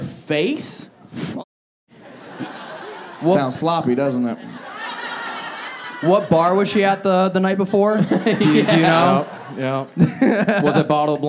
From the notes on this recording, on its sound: Live Show Start. This episode was filmed in front of a live audience at Funny Bone in Phoenix Arizona in May 2023.